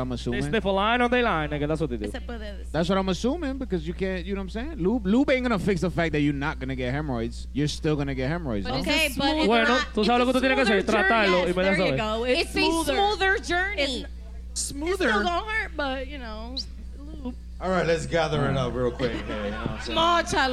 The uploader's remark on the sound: Season 4 finale live at Lugo Lounge in NYC!